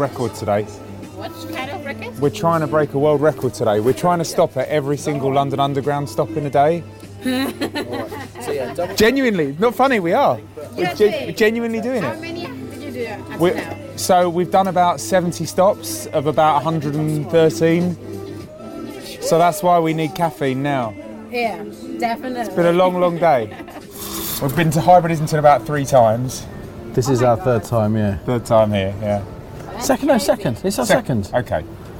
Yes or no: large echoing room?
no